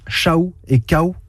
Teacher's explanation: Après un long processus, il s'est transformé en une voyelle, un ou, qui a formé avec le a antécédent une diphtongue aou. C'est-à-dire deux voyelles dans une même syllabe.